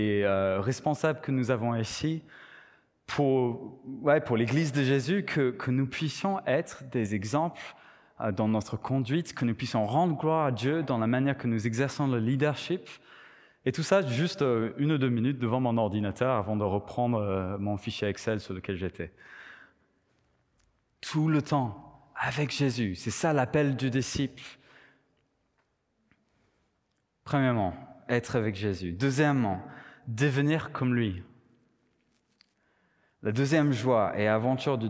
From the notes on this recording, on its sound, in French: Enregistré à l'église CVV